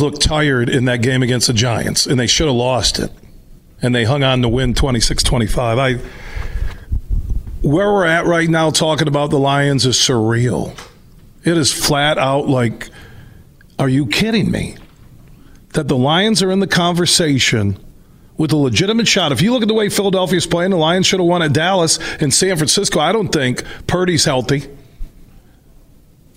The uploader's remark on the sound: Today we're broadcasting live from Hope College